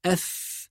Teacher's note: يبقى لازم نظهر مع الفاء جزء من الهواء أف، وهذا يسمى الهمس.